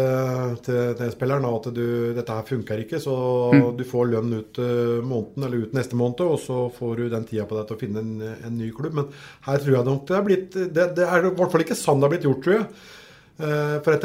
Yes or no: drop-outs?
no